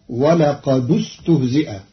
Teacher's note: قرأ قالون كلمتي ولقد استهزئ بضم الدال وصلا لضم ثالث الفعل فتصير ولقد استهزئ.